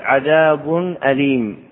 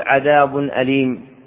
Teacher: لا بد أن يبين التنوين هنا بضم الشفتين · Shown in: first take · فيقول عذاب أليم ولا يقول عذاب أليم.